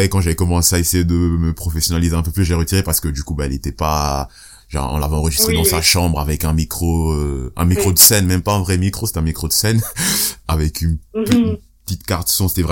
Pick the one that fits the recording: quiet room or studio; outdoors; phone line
phone line